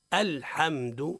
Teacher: هذا خطأ، الصواب هو من غير قلقلة، الحمد